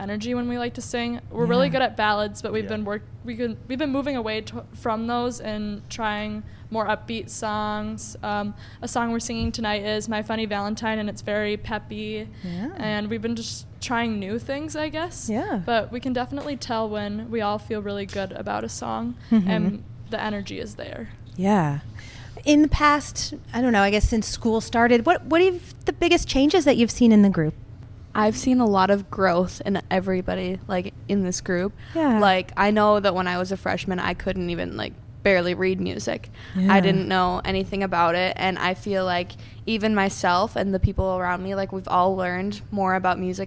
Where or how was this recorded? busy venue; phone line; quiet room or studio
busy venue